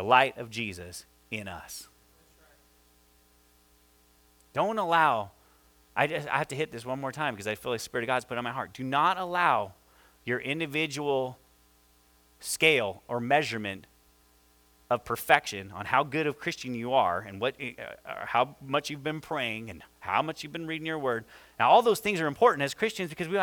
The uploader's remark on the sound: this is our first service audio